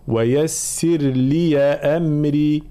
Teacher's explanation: لي أمري يا إضافة بعد همزة قطع نحركها بالفتح